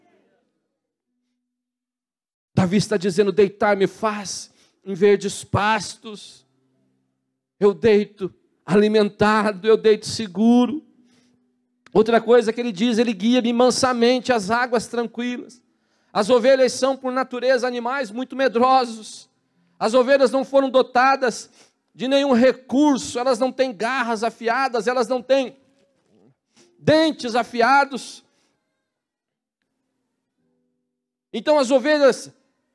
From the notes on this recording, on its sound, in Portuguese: na Igreja ABA Curitiba (Transmitido ao vivo)